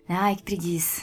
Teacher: esse A lá no fim, com certeza não é um A tônico, não é um, um A longo pronunciado inteiramente, é uma coisa ali breve, que, que quase que fica no ar.